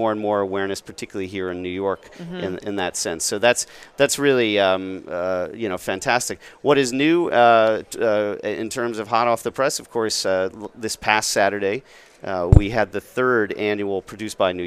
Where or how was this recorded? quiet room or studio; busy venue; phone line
busy venue